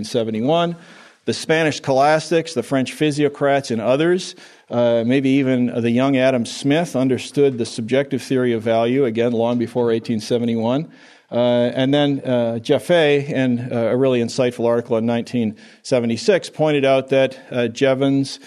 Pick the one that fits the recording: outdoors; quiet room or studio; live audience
live audience